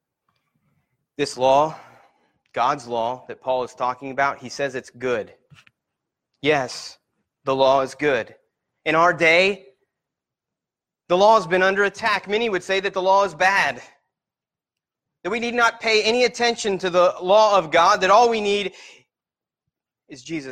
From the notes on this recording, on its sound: Sermon Preached at Christian Fellowship Church in Peru,